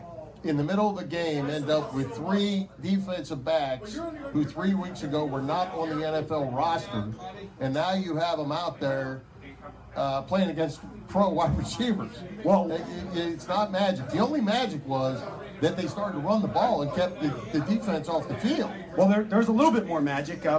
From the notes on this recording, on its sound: Thanks much to the gang at the Red Lantern for having us